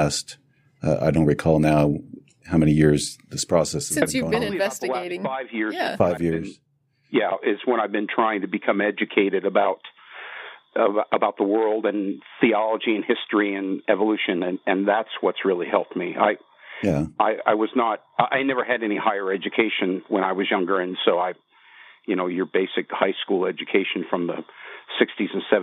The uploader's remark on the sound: The Atheist Experience is a weekly Internet television show based in Austin, Texas geared at a non-atheist audience. Every week we field live calls from atheists and believers alike.